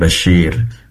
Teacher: sad menggunakan ujung lidah ya, tadi terdengar seperti shin, basir, fokusnya pada lidah bagian tengah.